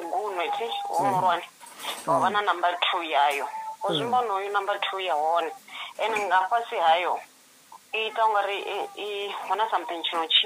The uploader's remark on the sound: healing over the phone